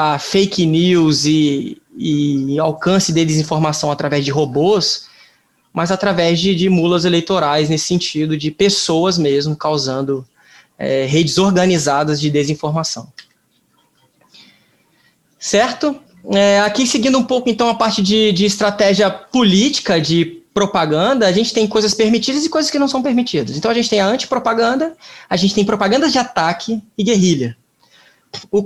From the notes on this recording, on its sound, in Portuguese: O ESOuVe desta semana foi gravado a partir de um seminário online, realizado pela Justiça Eleitoral.